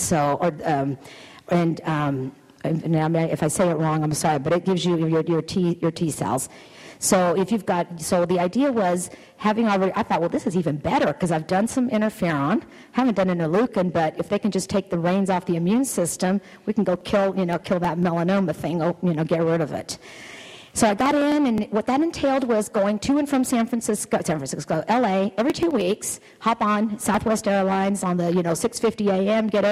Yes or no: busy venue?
yes